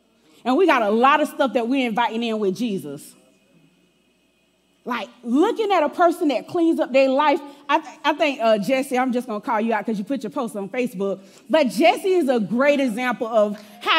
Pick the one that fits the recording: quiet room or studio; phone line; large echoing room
large echoing room